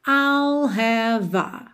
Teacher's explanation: Have termina com E. O E não é pronunciado, está pintadinho aí de cinza claro, certo? Então, você já junta have com a.